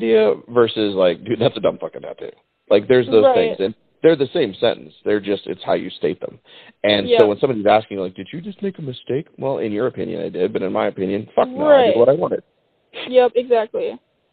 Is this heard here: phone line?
yes